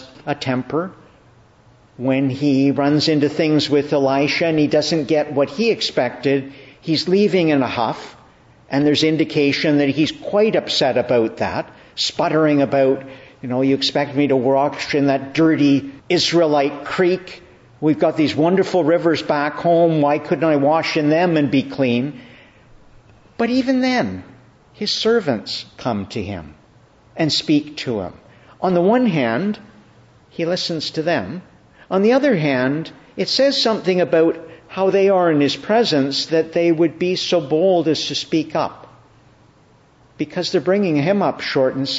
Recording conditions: large echoing room